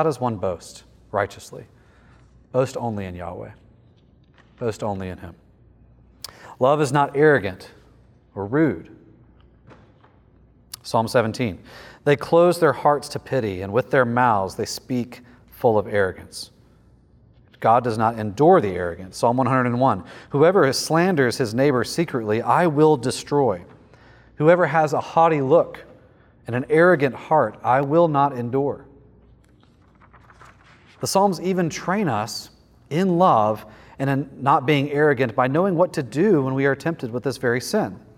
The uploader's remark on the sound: lecture from the 2023 Theopolitan Ministry Conference